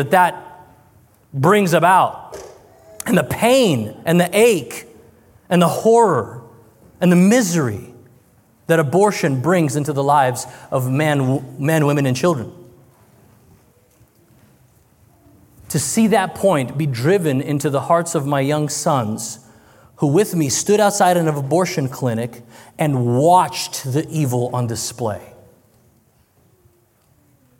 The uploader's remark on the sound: This is a recording from the Fierce Families Conference, which took place in Tacoma, WA, October 20-21, 2023.